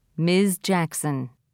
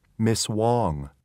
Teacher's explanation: Ms. with the final voiced Z will sound almost twice as long as Miss. With the final voiceless S.